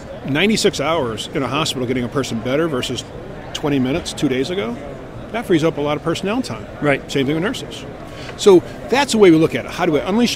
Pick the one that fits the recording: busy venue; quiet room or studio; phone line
busy venue